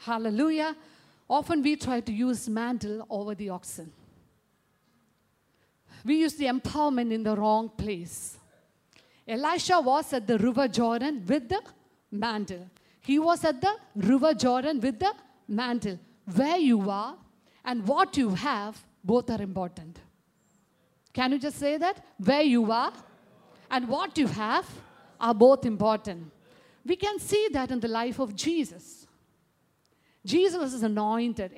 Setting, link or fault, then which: setting, large echoing room